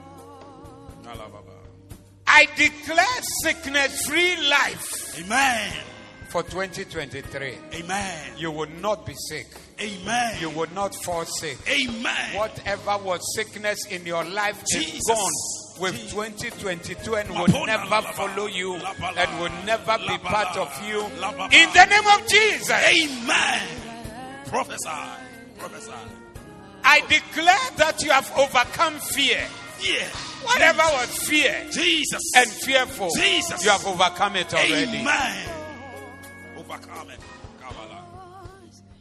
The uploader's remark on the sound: Preached at The Attempt Great Things Service(Zeloo)